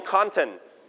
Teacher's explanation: So we pronounce con with high note. · Term: stress